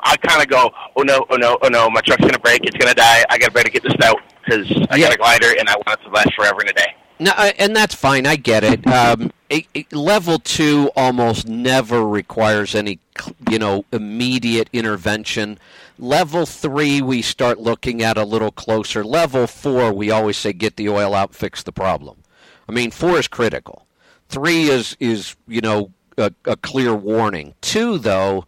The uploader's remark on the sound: Call in Question and Answer Show.